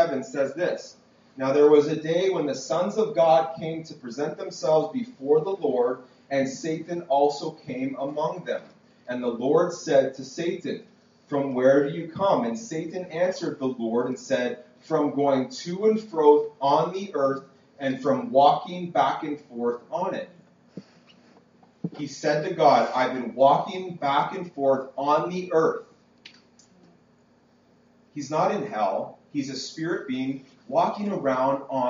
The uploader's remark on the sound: This message was preached at Freedom Life Church in Kitchener Ontario. PLEASE FORGIVE THE POOR QUALITY AUDIO!